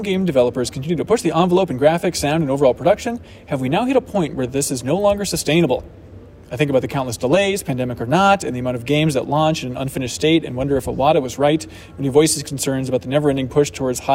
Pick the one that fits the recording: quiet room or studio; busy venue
busy venue